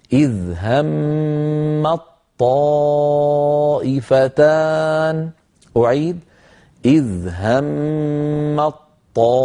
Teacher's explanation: التاء أدغمت في الطاء فصارت طاء واحدة مشددة · Term: طاء مشددة